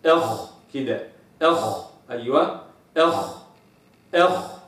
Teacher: من أسفل أدنى الحلق، أما الخاء فتخرج من أعلى أدنى الحلق. الخاء مثل الغين في الرخاوة والتفخيم، فالخاء رخوة ومفخمة، إلا أن الغين مجهورة أما الخاء فمهموسة